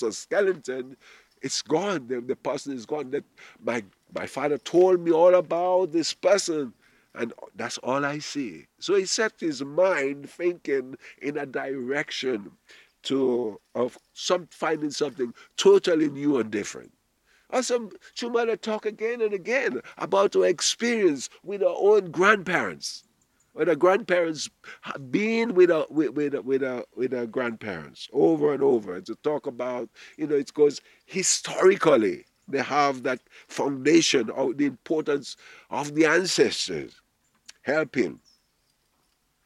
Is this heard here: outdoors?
yes